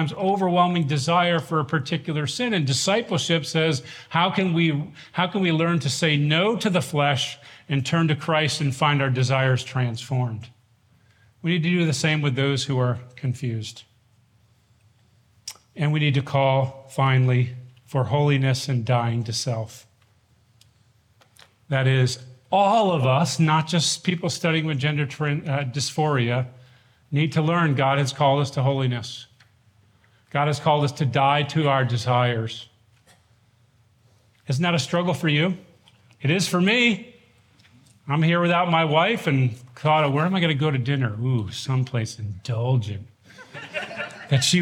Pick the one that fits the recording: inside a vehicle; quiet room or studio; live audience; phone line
live audience